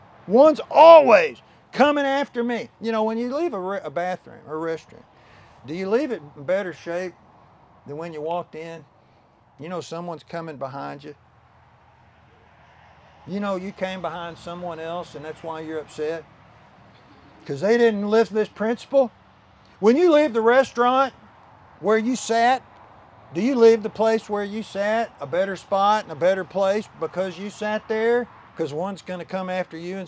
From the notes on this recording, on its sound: Land Dedication Service - outside at the new Cornerstone Baptist Church property.